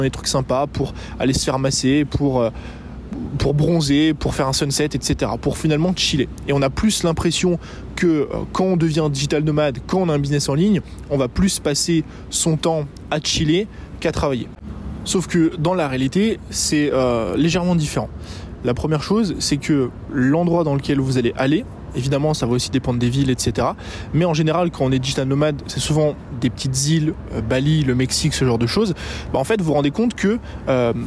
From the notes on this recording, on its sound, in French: Vlog New York. Que j'enregistre dans un parc à New York.